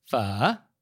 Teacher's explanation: And Vietnamese is a tonal language. And so it's a low falling and then rising tone, kind of like Mandarin's third tone. So it sounds like you're asking a question, pho.